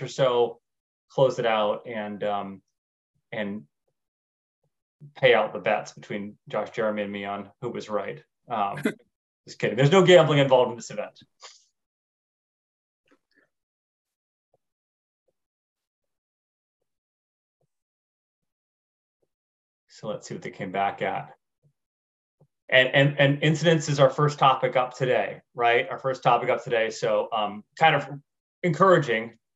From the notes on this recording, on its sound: You are listening to audio from a webinar in the Safety+Health Webinar Series presented on Jan.